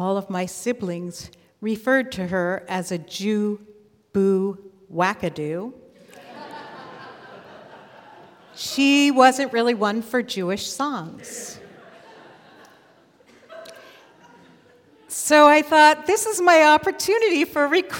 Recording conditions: live audience